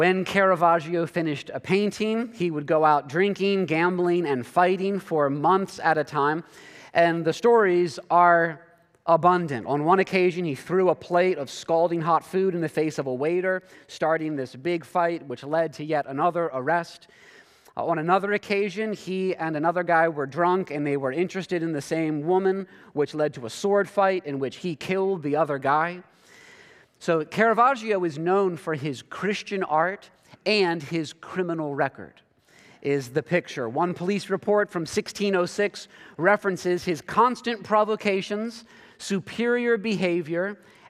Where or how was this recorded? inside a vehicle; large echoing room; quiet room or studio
large echoing room